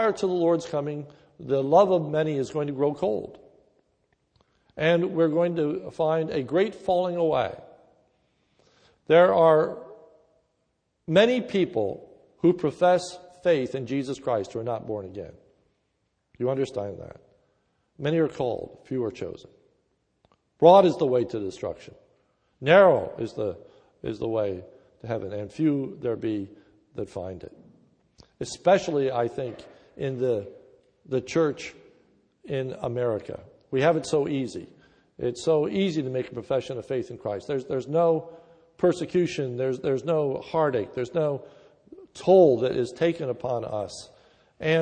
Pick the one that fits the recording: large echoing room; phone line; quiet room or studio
large echoing room